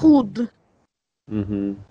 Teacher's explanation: Д на конце, она немножко оглушается. То есть это не как Т слышно, а такая приглушенная Д.